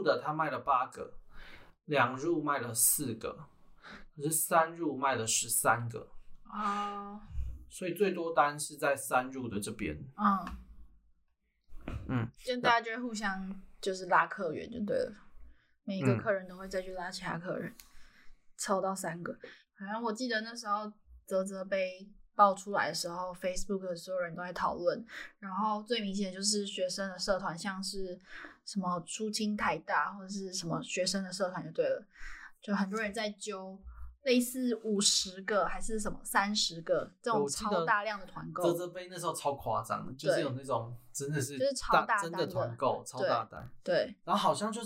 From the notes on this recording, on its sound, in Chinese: 這次測試了新的錄音軟體，不熟悉設定導致音質變更差，大家請見諒